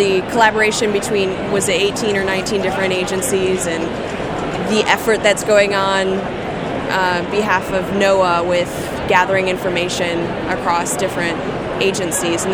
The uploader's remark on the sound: Live from Philadelphia: NOAA's Exhibit Program. This huge convention was an opportunity for NOAA men and women from a variety of backgrounds and expertise to meet face to face with thousands of science teachers. This is the first half of a two-part series recorded live at the event.